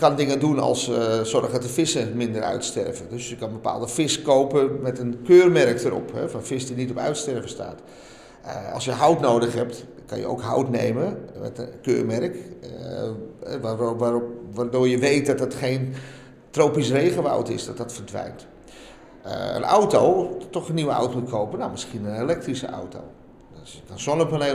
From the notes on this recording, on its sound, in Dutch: Zijn we te gast op het Duurzaamheidsfestival van Breda waar we de opening verzorgen met een ludieke quiz. Daarna doen we een rondje en vragen we de bezoekers uit binnen en buitenland wat ze van ons plastic escape room concept vinden.